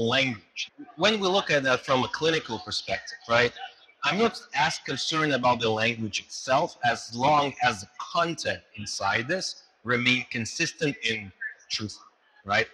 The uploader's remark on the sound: it’s an Interview in Action live from HLTH